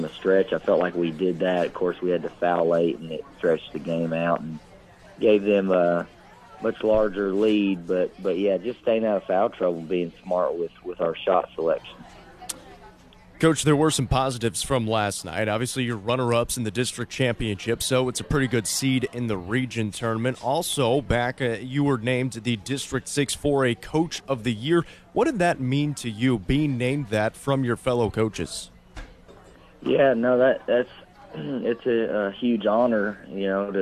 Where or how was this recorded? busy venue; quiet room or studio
busy venue